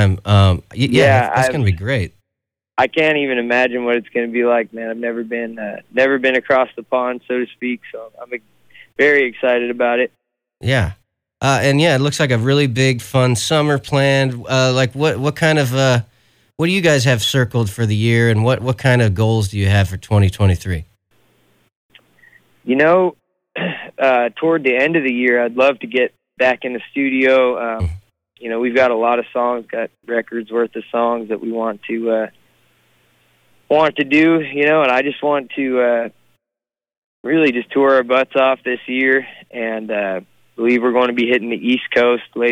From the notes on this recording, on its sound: on the phone, from the road